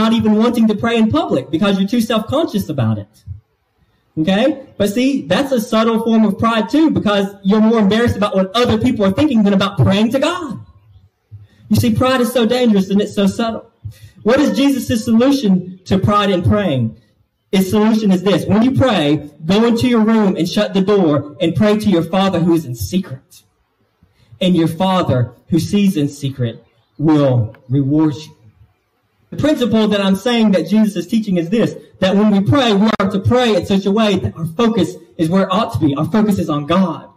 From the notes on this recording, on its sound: This message was delivered to Cottondale Baptist Church in Eastman, GA